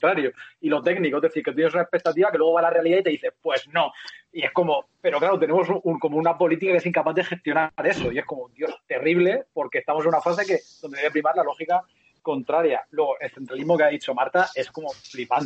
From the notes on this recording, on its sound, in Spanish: Está grabado como se pueden grabar las cosas con skype, y montado con amor y software libre.